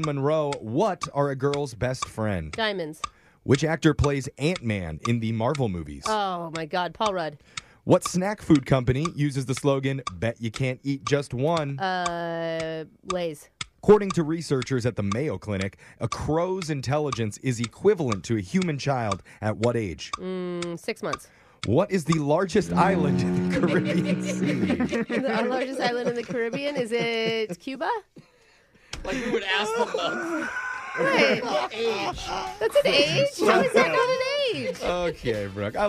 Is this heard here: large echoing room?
no